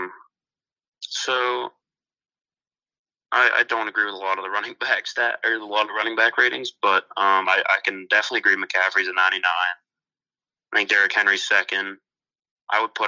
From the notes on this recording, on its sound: on the phone.